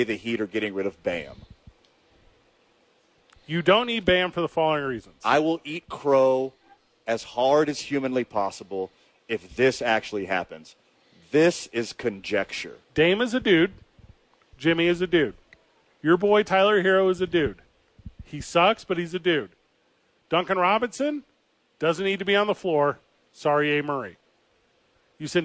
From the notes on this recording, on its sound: live from The Duke's Store in Nob Hill